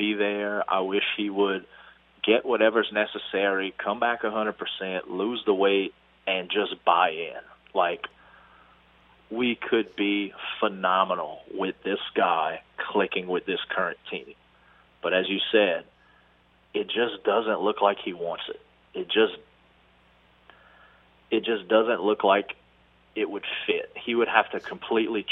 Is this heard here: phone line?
yes